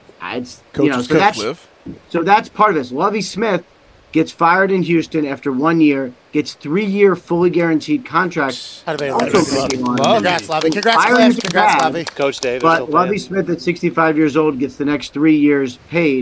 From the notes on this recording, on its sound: They are also LIVE from SoFi Stadium ahead of tonight’s National Championship MegaCast on ESPN2.